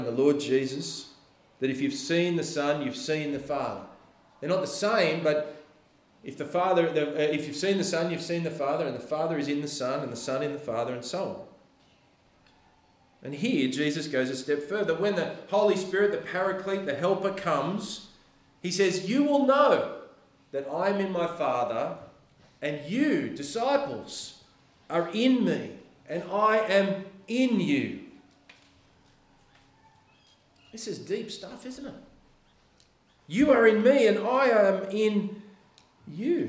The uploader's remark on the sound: The sermon was preached on October 29th at all services of Helensburgh and Stanwell Park Anglican Church.